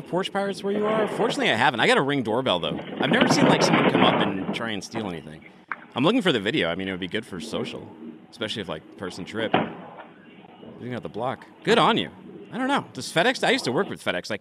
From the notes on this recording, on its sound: joins us from TIA’s Technovations conference to share the vibe from the floor